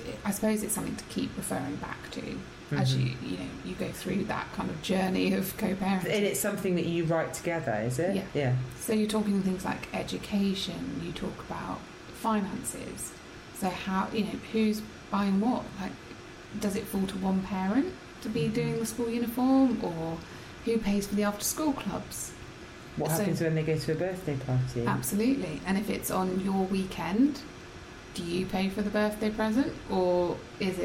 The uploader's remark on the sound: Our apologies for the background whirring during this episode. Lap top fan was having a funny 5 minutes (or so..!).